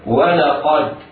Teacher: الواو واللام مرققتان، وقد مفخمة، والدال حرف ساكن يجب قلقلته، هكذا.